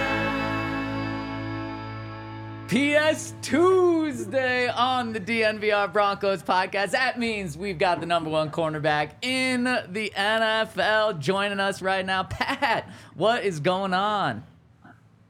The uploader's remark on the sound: coming to you LIVE from the DNVR Bar